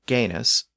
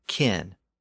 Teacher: that Indo-European G sound shifted to a K sound in the Germanic languages and produced the English word kin.